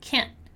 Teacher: in American English, we don't really pronounce the T and we have a very short N ending. So can't, right?